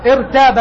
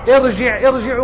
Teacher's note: كلها ستبتدئ بالتفخيم لأن كسرة همزة الوصل كسرة غير أصلية يسمونها كسرة عارضة